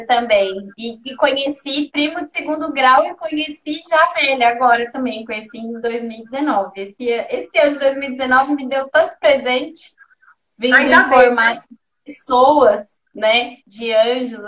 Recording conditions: video call